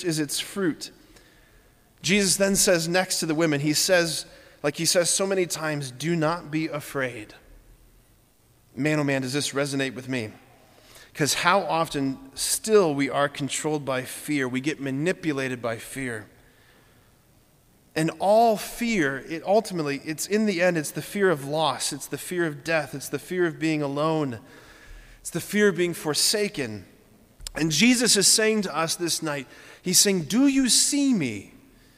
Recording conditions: large echoing room